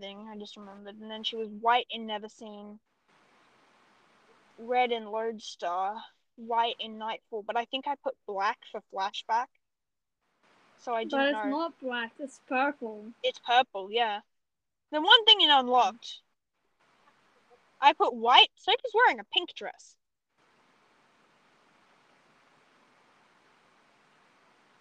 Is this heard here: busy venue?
no